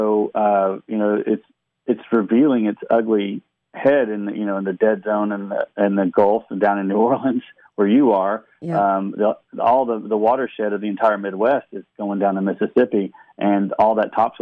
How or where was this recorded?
phone line